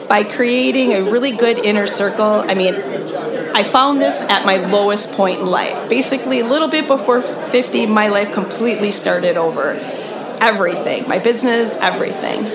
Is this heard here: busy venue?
yes